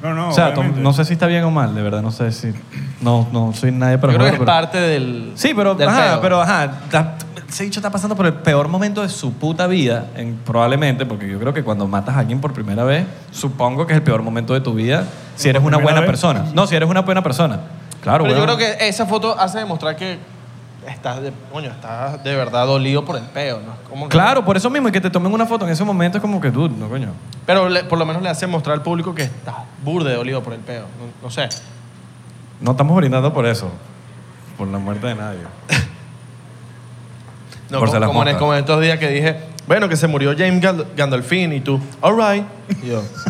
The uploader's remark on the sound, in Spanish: En vivo con público